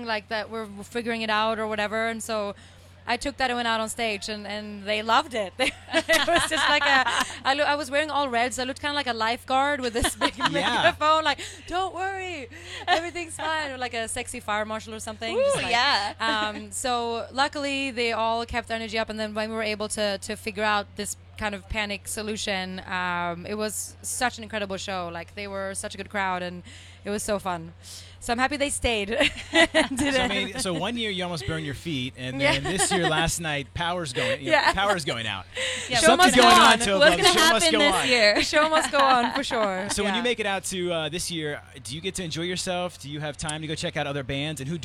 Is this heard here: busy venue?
yes